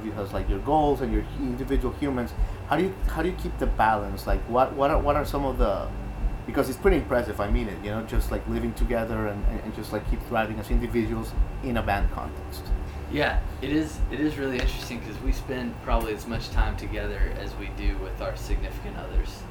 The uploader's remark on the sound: On this special episode we come to you from Martinsville, VA, home of 'Rooster Walk Music & Arts Festival'